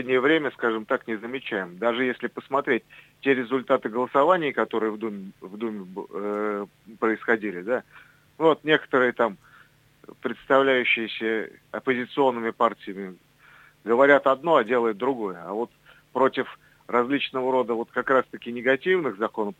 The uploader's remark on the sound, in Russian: Гости по телефону